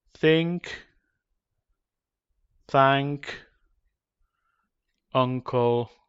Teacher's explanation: when N meets K in English spelling, the sound produced is ng, not n.